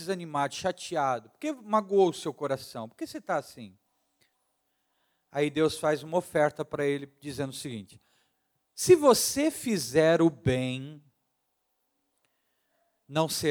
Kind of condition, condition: setting, large echoing room